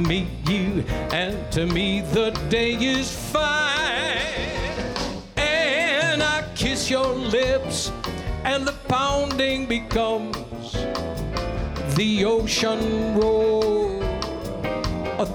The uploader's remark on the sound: Live at the South Point Casino